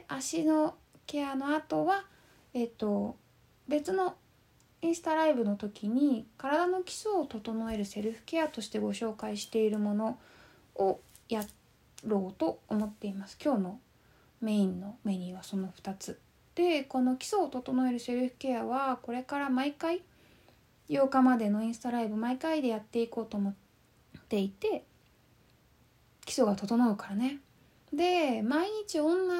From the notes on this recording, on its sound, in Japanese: 4/29〜5/8 の22時におこなったインスタライブの録音です。